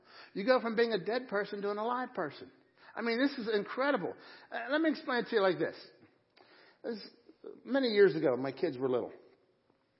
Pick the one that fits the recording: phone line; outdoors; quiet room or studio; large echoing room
large echoing room